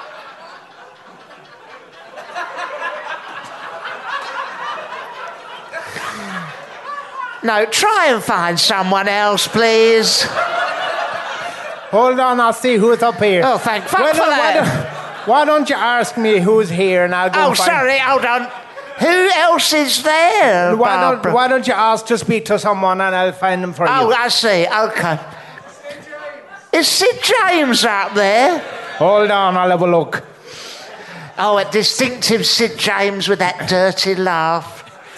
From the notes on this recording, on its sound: LIVE at The Guanabara Club, Covent Garden. 250 fans at fever pitch turn up.